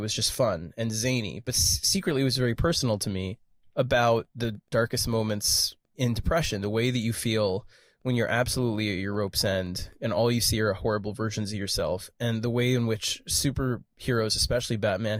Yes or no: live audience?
no